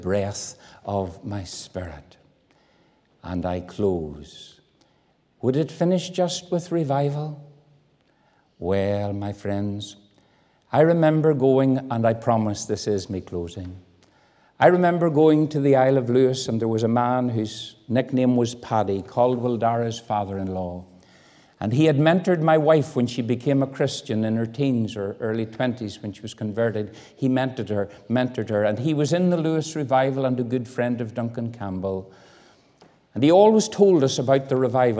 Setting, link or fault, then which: setting, large echoing room